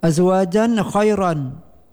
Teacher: Ra lafadkan dengan tarqiq oleh Imam Warash karena sebelum ra tafkhim didahului oleh huruf ya mati ataupun huruf yang berharakat kasrah di bawah.